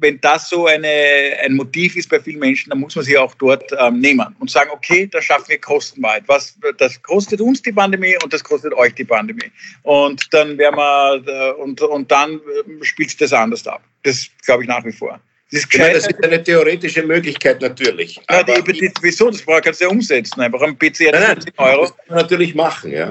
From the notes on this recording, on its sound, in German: finden ihr Publikum auch, indem sie einander via Skype am Abend beim Reden zusehen